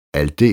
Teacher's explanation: Betonet på dansk. På dansk er endelsen deles betonet, mens den er ubetonet på svensk.